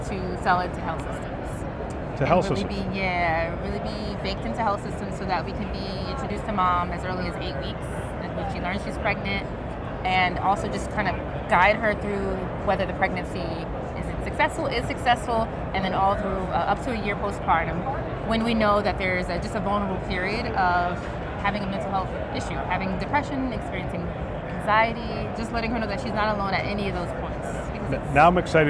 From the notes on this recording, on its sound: It’s an Interview in Action live from HLTH ‘22.